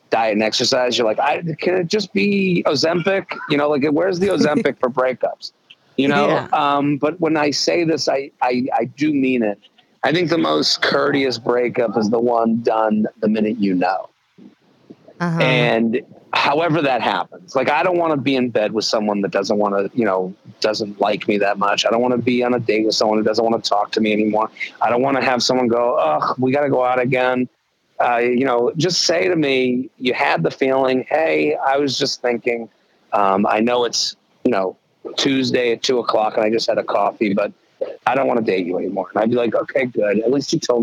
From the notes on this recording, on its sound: This week she's opening up the phone lines to hear your stories about those breakups we just can't seem to shake.